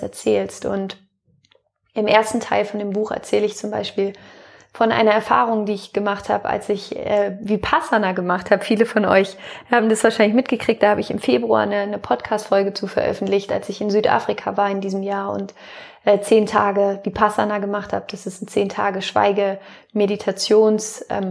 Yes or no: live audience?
no